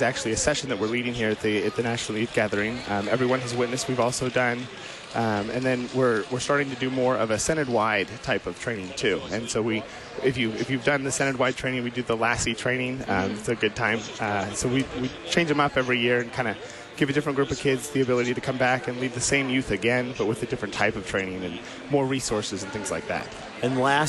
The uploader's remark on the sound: Live from the 2019 LCMS National Youth Gathering.